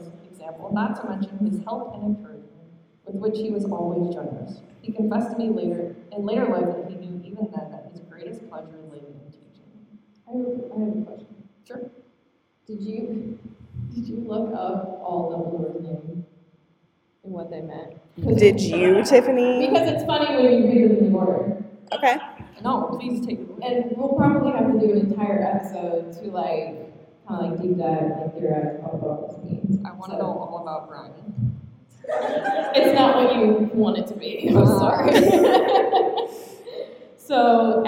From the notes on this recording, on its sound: LIVE from LeakyCon Chicago 2023!